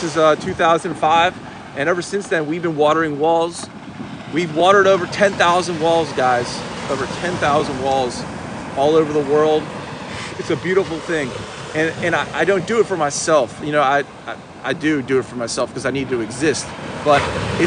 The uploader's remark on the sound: A live TikTok beach monologue from the scenic sunrise at Wrightsville Beach. In this episode, I take you on a live journey through TikTok, capturing the mesmerizing sunrise over the ocean. The discussion intertwines with live photography, capturing the breathtaking moments of the morning.